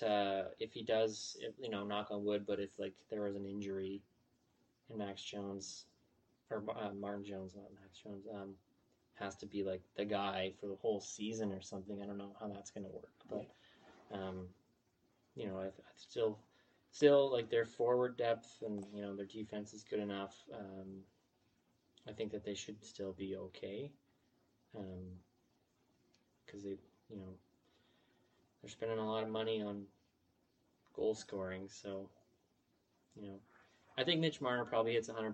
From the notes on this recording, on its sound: Technical difficulties episode